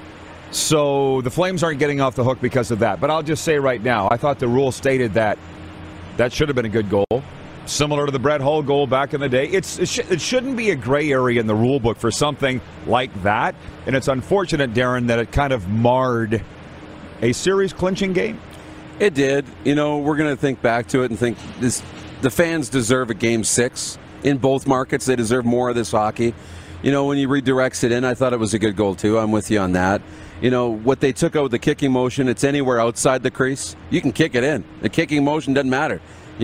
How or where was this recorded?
busy venue